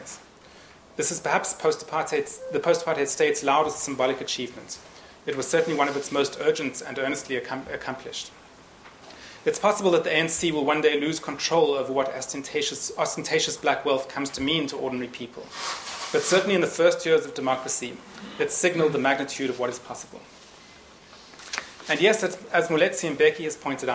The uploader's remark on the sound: Annual lecture held on 11th June 2010, Nissan Lecture Theatre, St Antony's College, Oxford University.